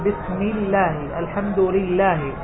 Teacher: أحكام اللامات ليس فيه شيء إلا أن لفظ الجلالة يفخم إذا وقع قبله فتح أو ضم، مثل ما قال ابن الجزري رحمه الله: وفخم اللام من اسم الله عن فتح أو ضم كعبد الله. وإذا وقع قبل لفظ الجلالة كسر فإن لفظ الجلالة ترقق فيه اللام